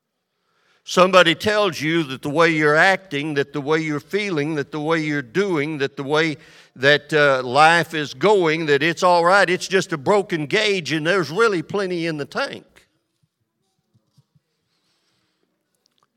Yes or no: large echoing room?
yes